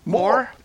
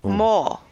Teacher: Scottish English tends to pronounce the letter R, while many English accents drop it completely